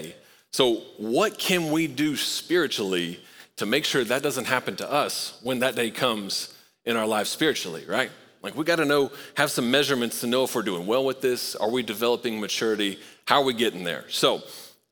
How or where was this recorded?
large echoing room